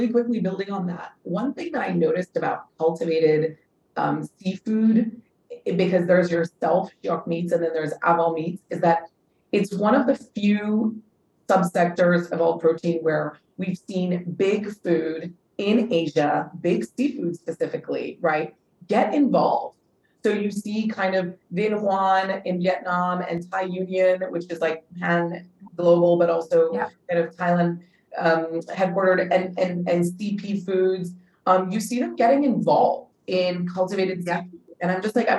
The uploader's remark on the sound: This episode was recorded as part of a webinar series by the City University of Hong Kong in partnership with Green Queen Media.